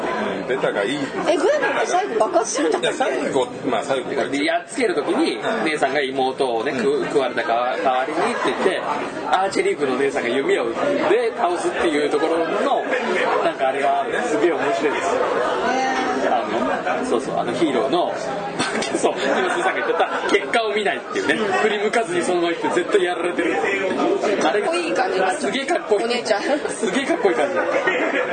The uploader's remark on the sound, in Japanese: ふらっと居酒屋収録しましたが…雑音が…、大丈夫です、人間はすぐに適応できます。